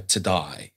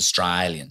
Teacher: I think it's the A sound, anything that's A, he says I. So to die, <laughs> um, night.